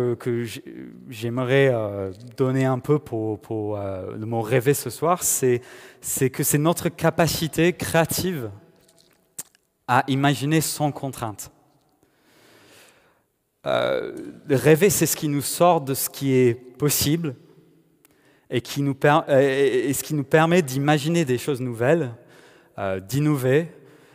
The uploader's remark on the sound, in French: Enregistré à l'église CVV, le 31/01/2021